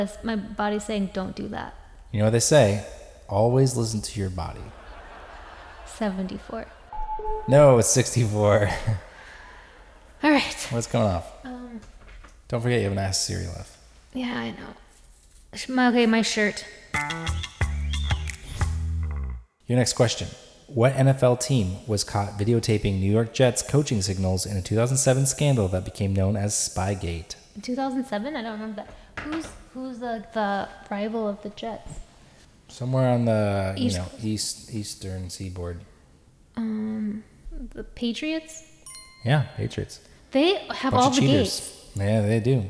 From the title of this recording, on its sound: Live at Largo